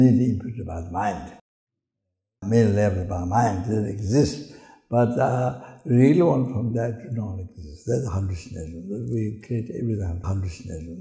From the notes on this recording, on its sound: The teaching for this episode was recorded on June 30, 2019, at Ganden Buddhist Centre, Latvia.